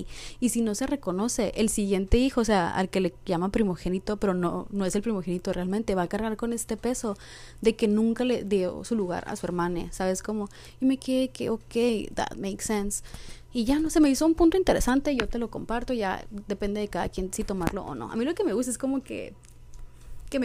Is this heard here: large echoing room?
no